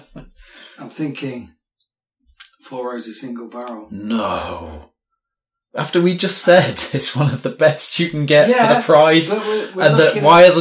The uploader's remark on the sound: This is the yearly raw unedited recording. We just hit record and then set about discussing the list, so don’t complain about the sound quality.